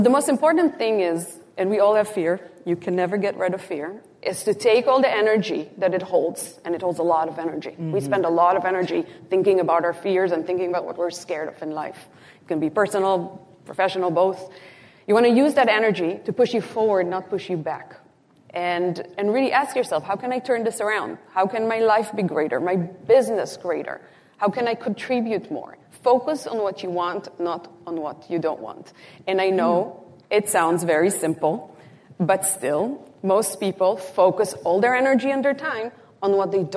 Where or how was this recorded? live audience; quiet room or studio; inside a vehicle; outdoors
live audience